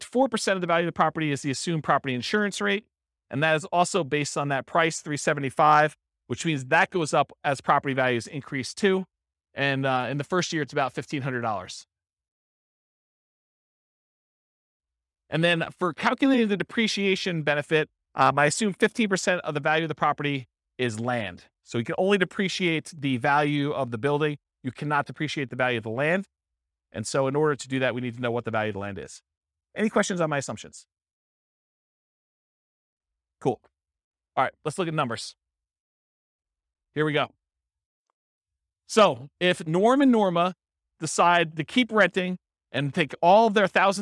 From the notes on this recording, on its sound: This was a live class recorded